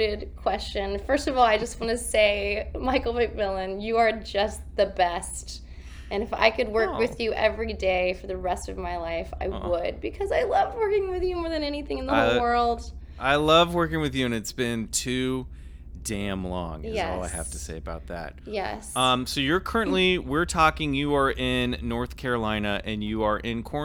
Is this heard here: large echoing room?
no